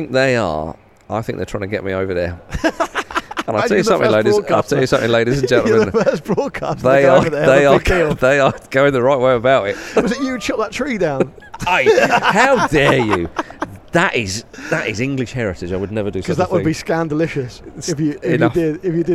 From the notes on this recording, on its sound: Special on-location Ramble Reacts last night! Recorded from the beautiful old stands of Craven Cottage.